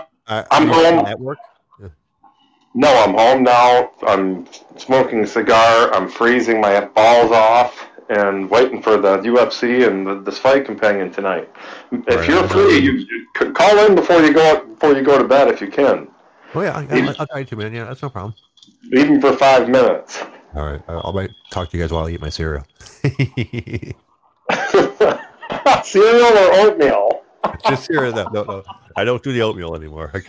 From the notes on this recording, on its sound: The OtherGround Live. People call in.